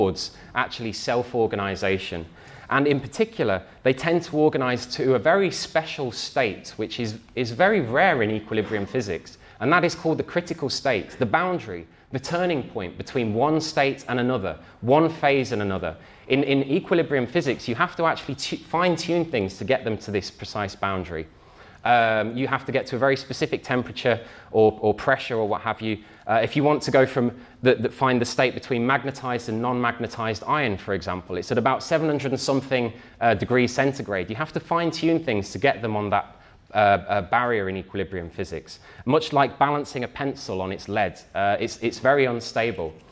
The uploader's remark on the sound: talk from Revolution Festival 2019